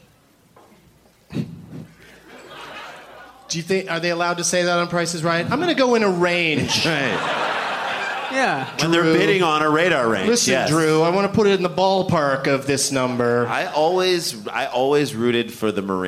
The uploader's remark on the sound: Live from the Improv in Tempe, AZ.